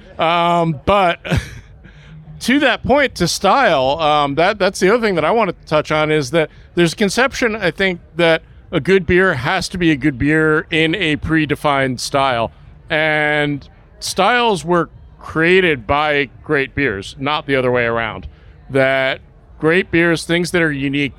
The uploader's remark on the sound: Finally, you can hear a snippet of one of the great panel discussions from the DC Beer Podcast Stage at Snallygaster.